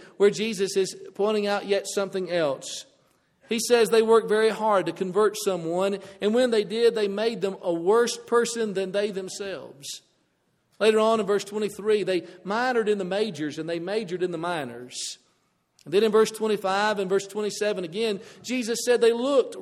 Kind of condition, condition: setting, large echoing room